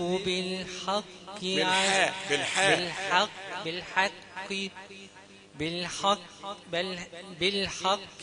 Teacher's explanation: الناس بيغلطوا في الحق أو بيغلطوا في الباطل، بيغلطوا في كلمة الحق يقولوا الحق، القاف هي اللي مفخمة لكن الحق مرقق